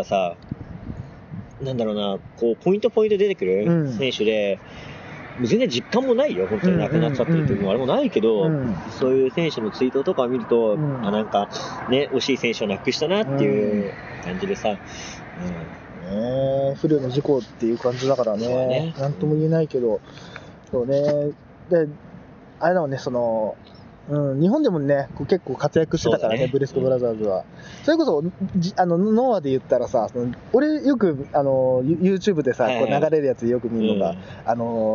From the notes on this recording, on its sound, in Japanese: 横浜アリーナ前ゲリラ収録。今回は1.22グレート・ムタラストマッチが開催された、横浜アリーナ周辺で行ったゲリラ収録の模様をお届けします。